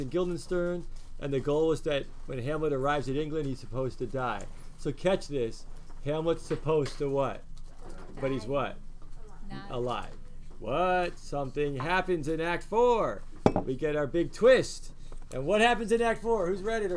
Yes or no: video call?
no